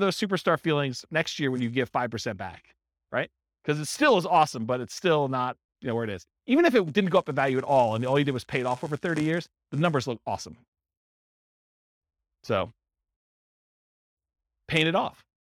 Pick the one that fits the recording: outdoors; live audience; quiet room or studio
live audience